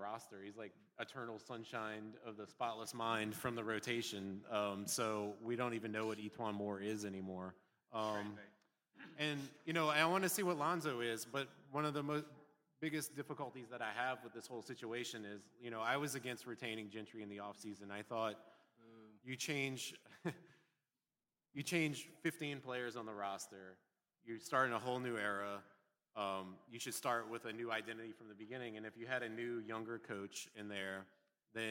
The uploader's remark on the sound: Live at Tracey's!